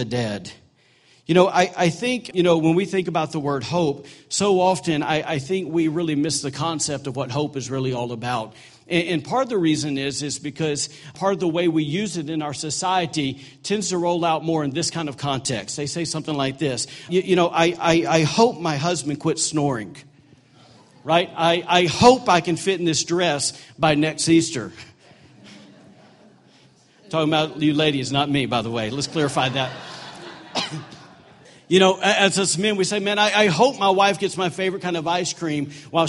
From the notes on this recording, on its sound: during Easter service at The Anchor Church in Rockport, Maine.